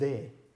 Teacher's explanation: In meiner Muttersprache gibt es auch D, aber das ist D. Also da gibt es kein Pre-Voice. Es ist eine sehr kurzfristige Schließung